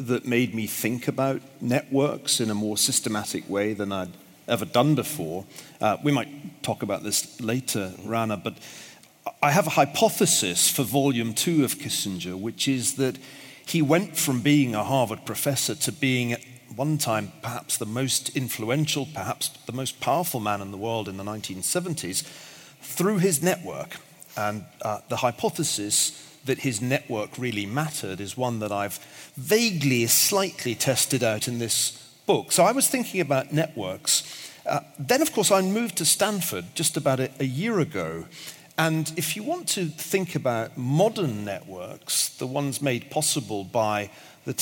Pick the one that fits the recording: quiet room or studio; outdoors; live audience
live audience